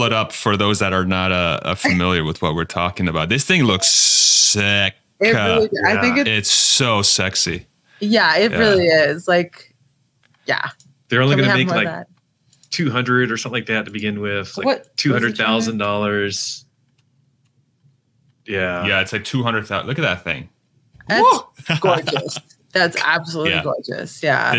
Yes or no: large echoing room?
no